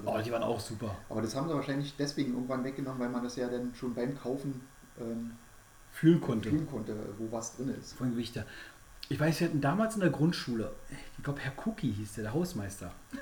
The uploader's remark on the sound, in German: Leider ist die Aufnahme recht leise geworden.